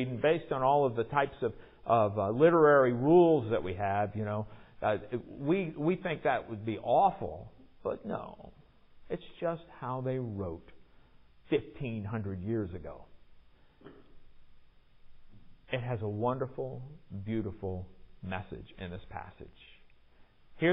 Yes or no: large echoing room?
yes